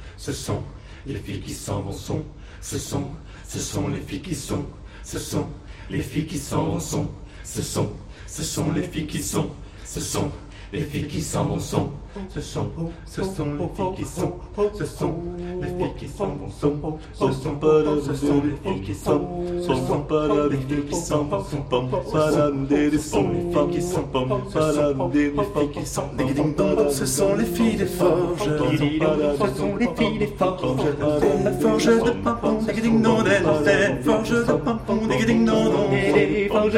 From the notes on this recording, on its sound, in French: Une émission en direct et en public depuis l'Hôtel Bedford à Paris.